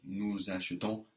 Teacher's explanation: we can have a disappeared E or just a very weak E, nous achetons, because it's not taking the accent.